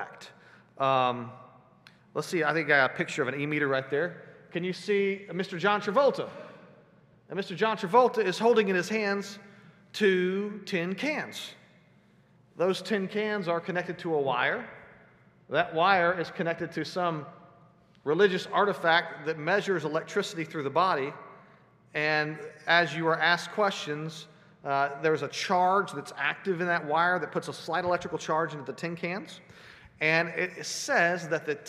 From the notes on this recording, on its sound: Sunday Worship Service - Live stream.